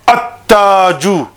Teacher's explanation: So it incorporates, assimilates into ta, and although the lam would be written, will not be pronounced. · The lam, it incorporates into ta. And you will see that the ta will have a tashdeed on top. · Term: sun letters